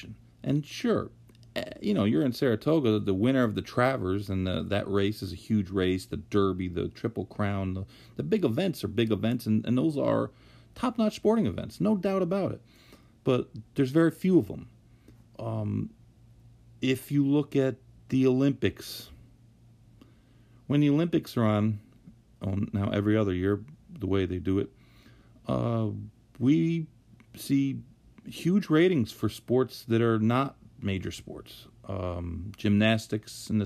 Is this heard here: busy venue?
no